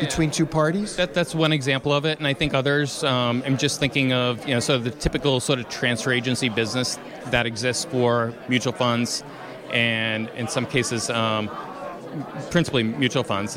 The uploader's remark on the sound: During a Boston Blockchain Association event at the Suffolk University campus in downtown Boston, Massachusetts.